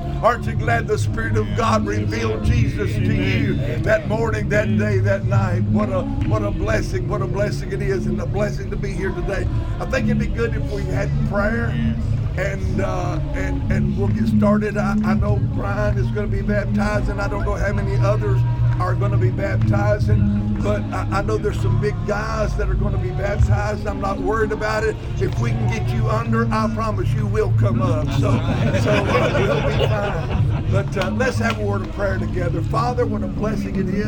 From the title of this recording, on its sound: Live from the Jordan River